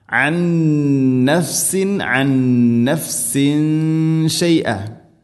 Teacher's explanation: തൻവീനു ശേഷം ഷീന്, ഇഖ്ഫാ ബിഗുന്ന, അവ്യക്തമാക്കി മണിക്കണം. തൻവീനിനെ ഇഖ്ഫാ ചെയ്തുകൊണ്ട് മണിക്കണം.